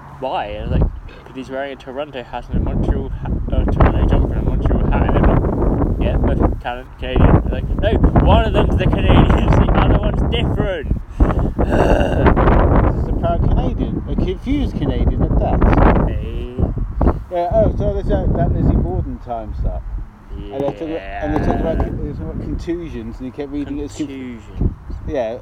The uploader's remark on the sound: Windy windy windy. As the title says, it’s a very windy evening, which explains the short run time. Apologies for the bad weather, next ep will sound better!